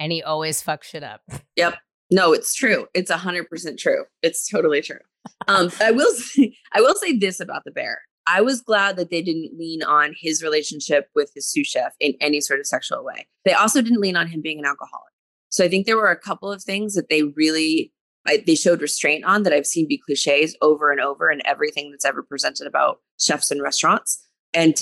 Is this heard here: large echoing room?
no